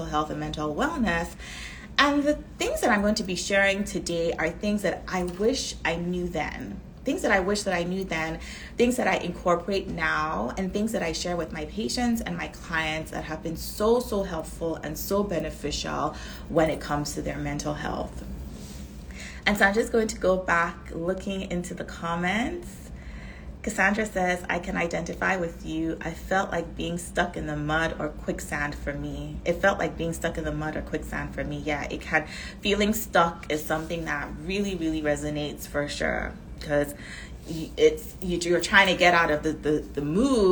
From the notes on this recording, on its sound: This episode is a recording of an Instagram live